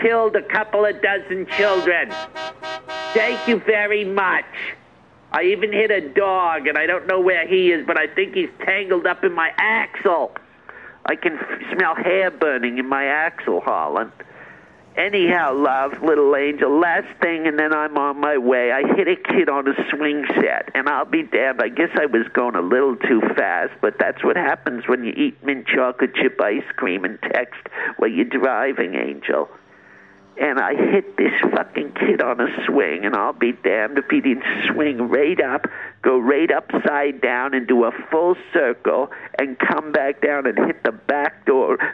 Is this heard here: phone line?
yes